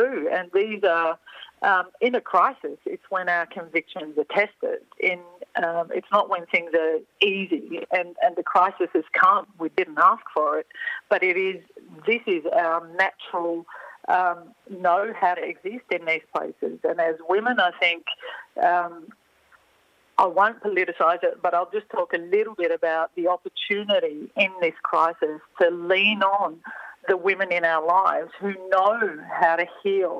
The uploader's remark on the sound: Phones.